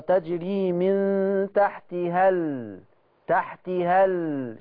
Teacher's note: السكتة على اللام بس، النون ما بتسكتش عليها